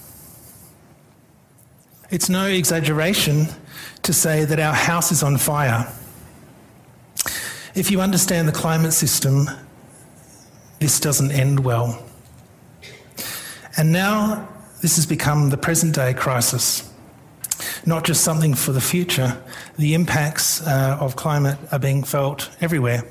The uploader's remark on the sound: IFE Grand Challenge Lecture - recorded 26 July 2019 at QUT